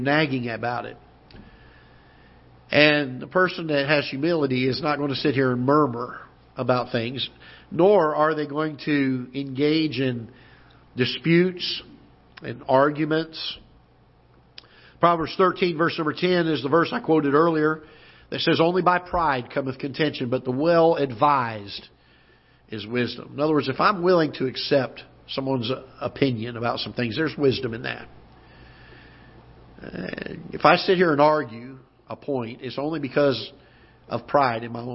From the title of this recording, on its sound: Ketha Heights Baptist Church ~ Live Broadcast